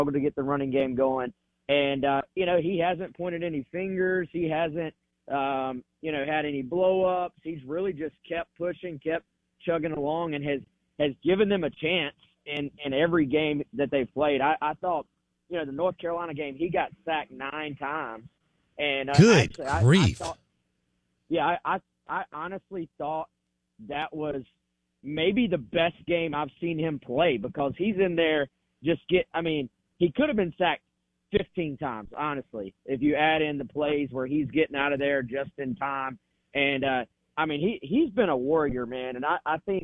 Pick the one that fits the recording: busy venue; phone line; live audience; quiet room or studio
phone line